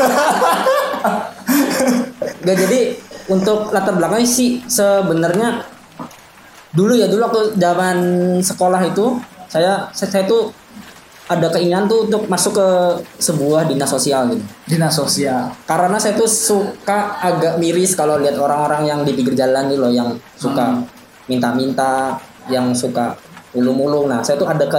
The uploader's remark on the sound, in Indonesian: maap audionya ga terlalu renyah, karena record pake HP jadi ga kriyuk walaupun udah diedit